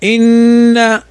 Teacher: إن، نون مشددة فتغن بمقدار حركتين